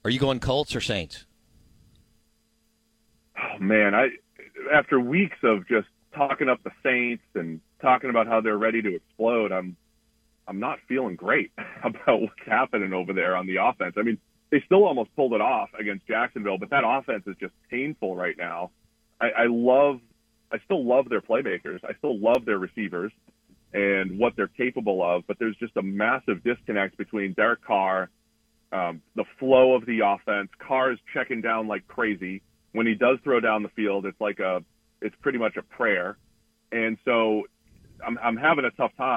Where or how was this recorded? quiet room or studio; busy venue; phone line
phone line